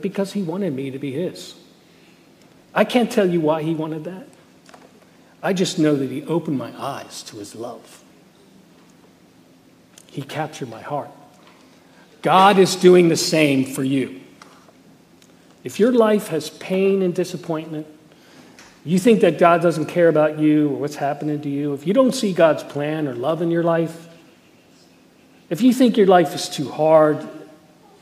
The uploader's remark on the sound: Message Preached at Valley Creek Church.